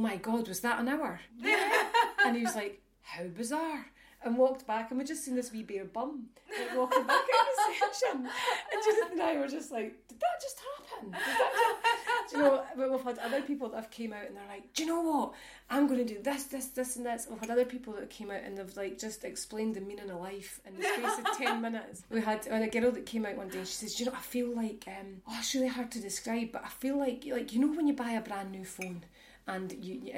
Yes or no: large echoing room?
no